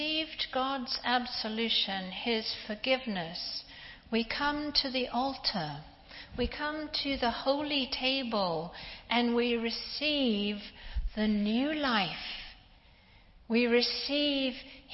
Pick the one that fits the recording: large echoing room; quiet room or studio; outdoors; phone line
large echoing room